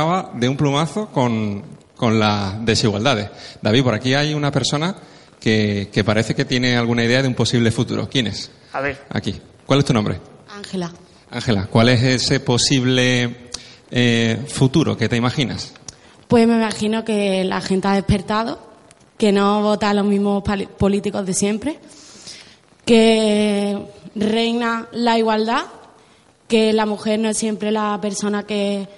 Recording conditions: large echoing room